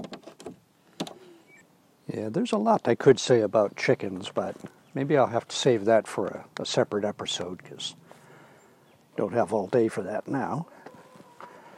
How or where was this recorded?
outdoors